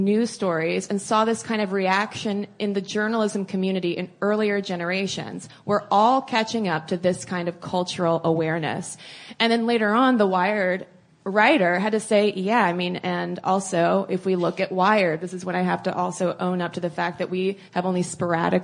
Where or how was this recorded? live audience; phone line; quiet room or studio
live audience